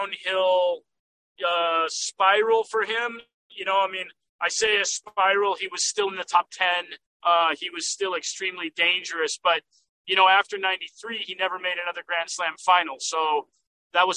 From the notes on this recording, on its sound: While the later was driving home from the Indian Wells tournament.